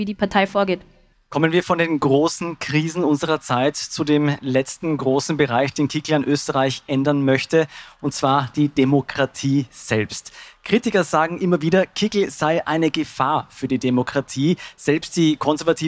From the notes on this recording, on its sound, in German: live auf der Messe "Buch Wien" diskutiert.